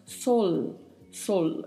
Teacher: Então falamos sol, sol, e a letra O mais fechada